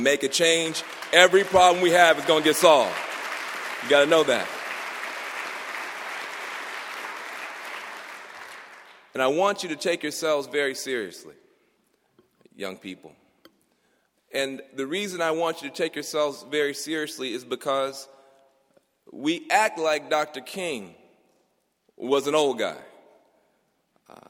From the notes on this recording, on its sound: The audience at Princeton University's annual King Day ceremony.